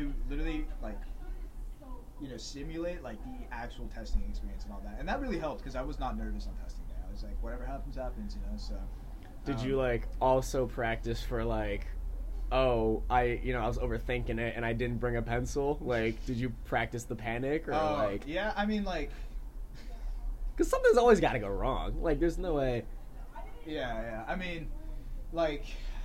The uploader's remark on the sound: Ignore the audio quality y’all know I’m trying my best.